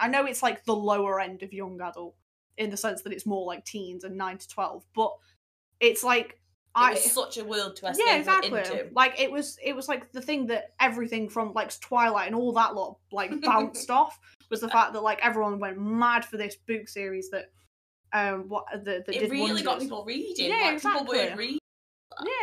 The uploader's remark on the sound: We're continuing season 2 with more audio issues! The first few minutes had to be cut but don't worry, we had barely started.